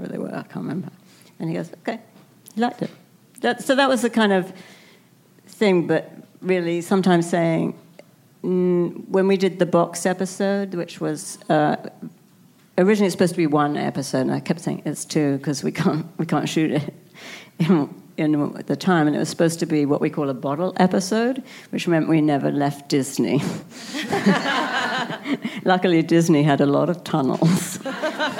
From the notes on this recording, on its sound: Recorded at ATX Television Festival